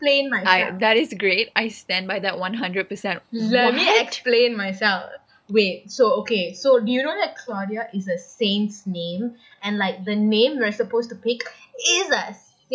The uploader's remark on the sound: our not great audio